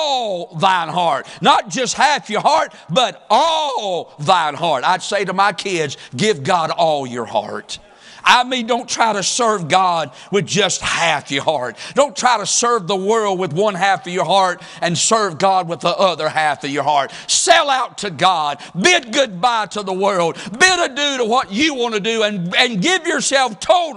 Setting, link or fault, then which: setting, large echoing room